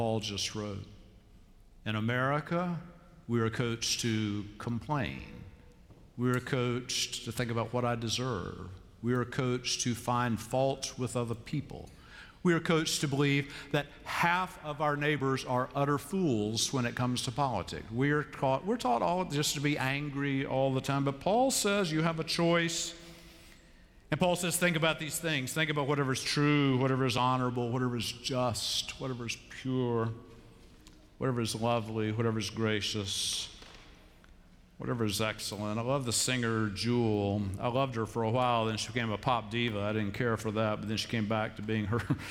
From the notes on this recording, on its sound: Live from Myers Park United Methodist Church in Charlotte, North Carolina.